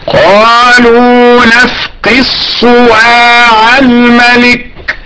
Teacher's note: قالوا نفقد صواع الملك، ايضا ندغم الدال في الصاد